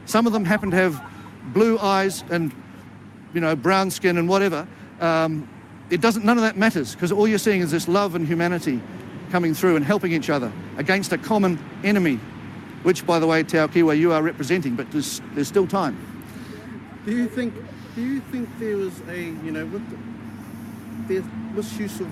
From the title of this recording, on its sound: Live at Parliament, Wellington